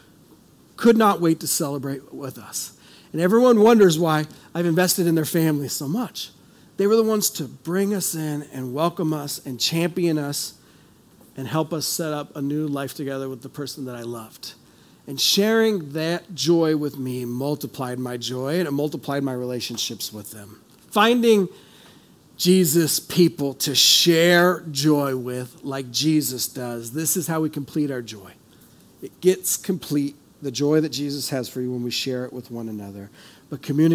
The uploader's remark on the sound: This is audio ripped from the Live Service video.